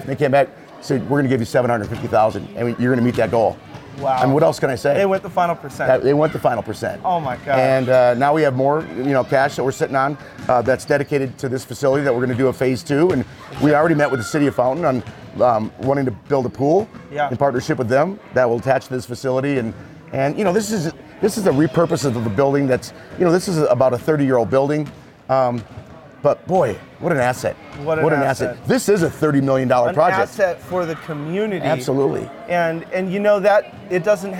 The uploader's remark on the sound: This episode is live at the grand opening of the brand new YMCA in Fountain, Colorado. If you hear basketballs in the background that's ok because we are on location and LIVE!